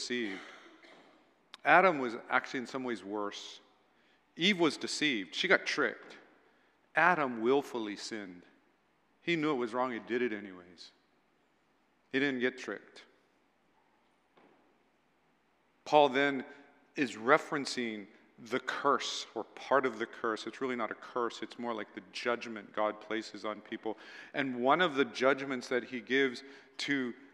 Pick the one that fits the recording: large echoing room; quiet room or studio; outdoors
large echoing room